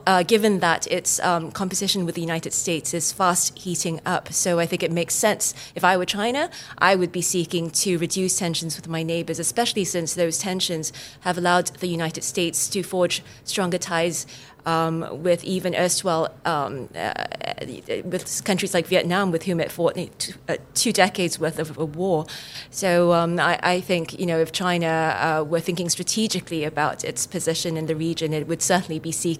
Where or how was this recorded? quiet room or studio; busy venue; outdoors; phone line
busy venue